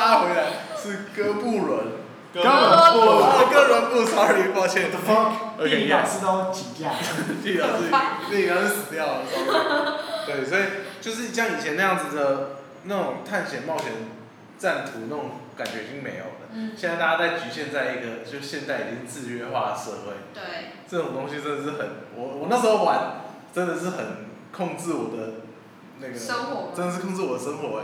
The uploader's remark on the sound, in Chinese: 錄音以及內容問題前面幾集還在試錄跟摸索，請大家多多見諒喔